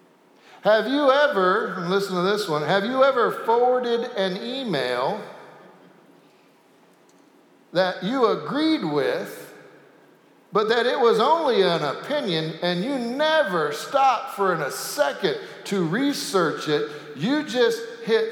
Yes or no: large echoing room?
yes